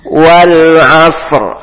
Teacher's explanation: Ain tipis, so tebal.